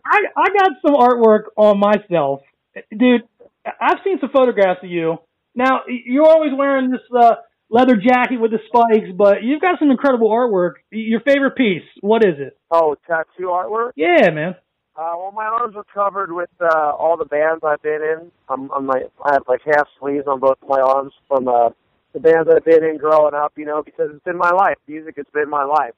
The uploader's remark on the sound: speaks on the phone